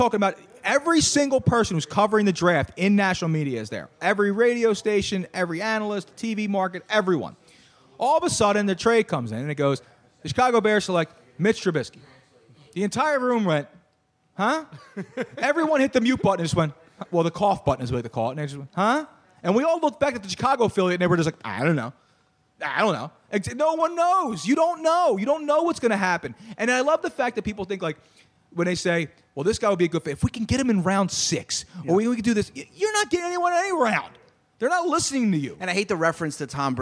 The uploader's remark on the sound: It's a pizza party here tonight at Moonshine! In a cross promotion with Snap Custom Pizza, free pizza was provided for everyone here live.